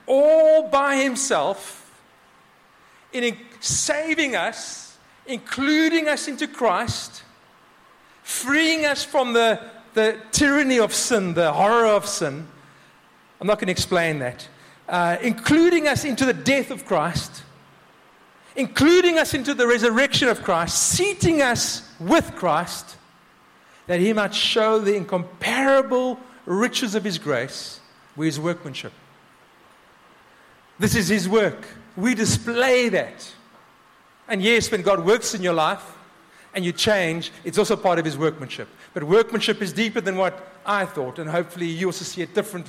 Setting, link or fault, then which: setting, live audience